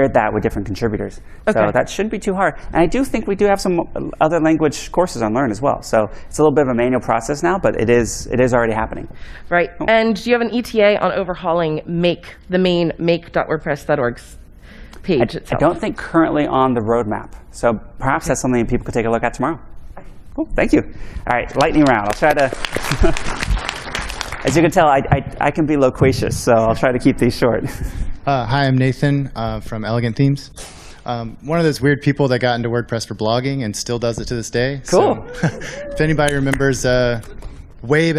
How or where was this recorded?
live audience